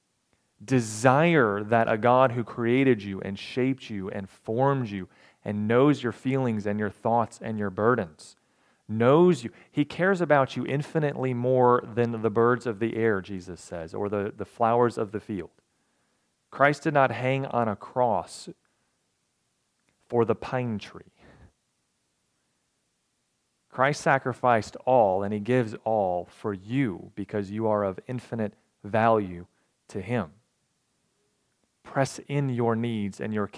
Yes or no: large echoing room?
yes